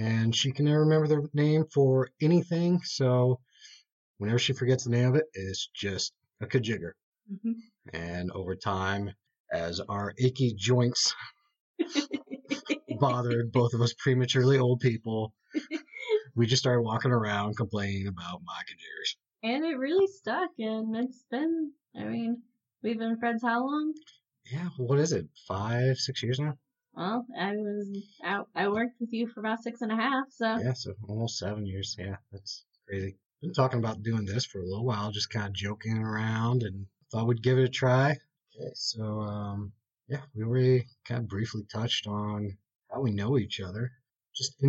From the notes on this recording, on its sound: This episode has some audio issues.